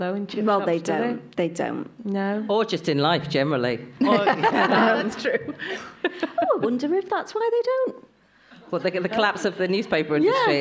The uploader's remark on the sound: a recording of an In Conversation event held in Sale in June